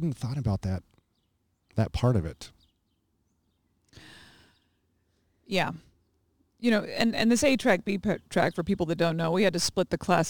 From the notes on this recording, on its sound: Backyard in Tulare, California, United States of America.